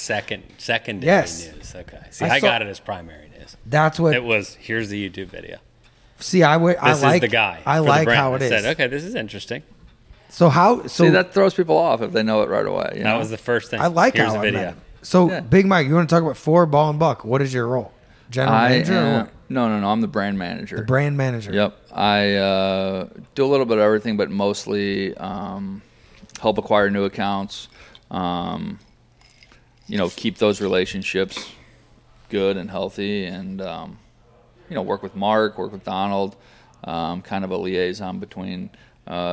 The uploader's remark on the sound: This week we are live from Honey Brake Lodge in Jonesville, Louisiana in the midst of a big time duck camp.